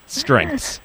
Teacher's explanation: strengths has three consonant sounds or phonemes, followed by a vowel sound, followed by three more consonant sounds. Its structure would be CCCVCCC.